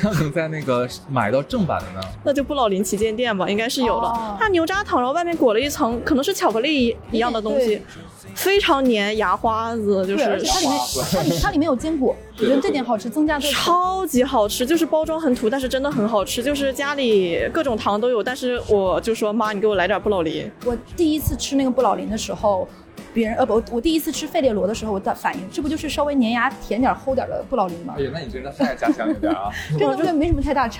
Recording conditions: background noise